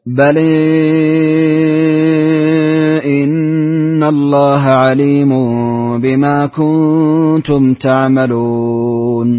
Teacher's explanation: أمل لحمزة مع الإشباع